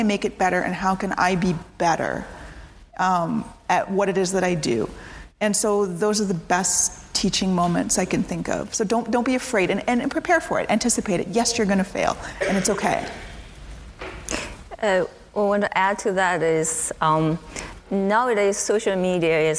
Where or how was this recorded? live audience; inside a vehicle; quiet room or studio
live audience